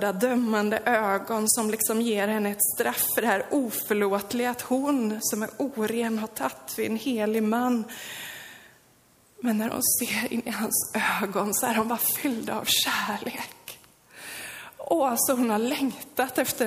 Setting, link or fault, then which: setting, large echoing room